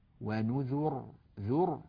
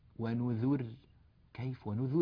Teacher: الراء إذا كانت ساكنة وقبلها مضموم فإنها تفخم · Shown in: first take · فنقول فكيف كان عذابي ونذر، ونذر ذر هكذا.